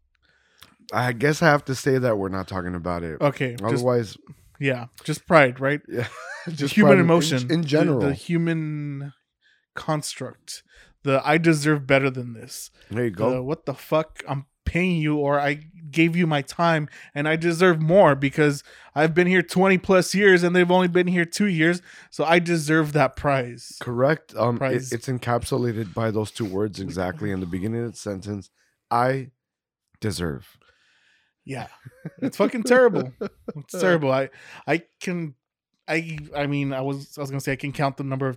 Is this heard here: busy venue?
no